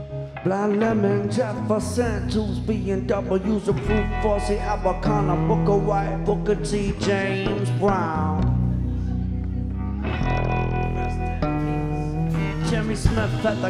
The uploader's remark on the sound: Live at Nashville Sunday Night. By Lightning100.